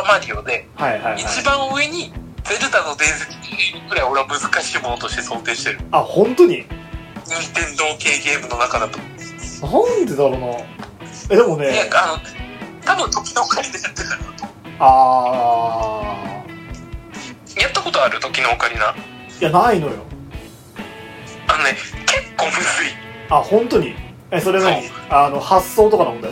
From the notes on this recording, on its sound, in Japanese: 録音機材：iPhone7。